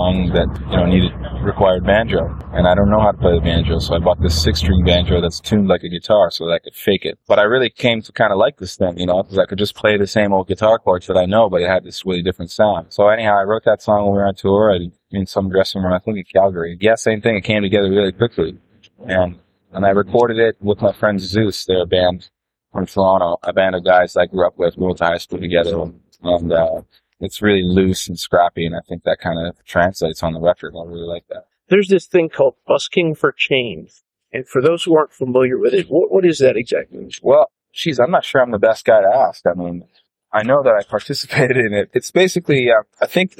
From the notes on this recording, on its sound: They couldn’t quite find the right place and so they ended up walking down the street and sitting down on some steps right near the street. The original recording which went out over the radio was kind of noisy. We’ve cleaned up that recording.